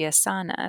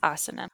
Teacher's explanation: So if you're pronouncing it like you would Spanish, it would be asana because the emphasis would be on the second to last syllable · Shown in: first take